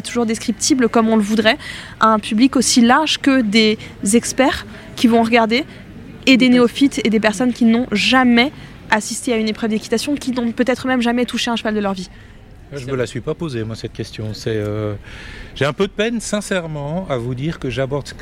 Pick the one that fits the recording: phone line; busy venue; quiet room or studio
busy venue